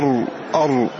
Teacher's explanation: مخرجها من رأس اللسان حينما يصطدم بلثة الثنايا العليا أر. ومع هذا نجد ظهر اللسان يشارك رأس اللسان في إخراجها، فسميت منحرفة لعدم اقتصارها على رأس اللسان ومشاركة ظهر اللسان لها، فقالوا هذه منحرفة. · Term: الراء